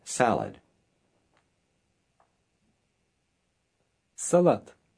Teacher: The last letter sounds like a T, not a D.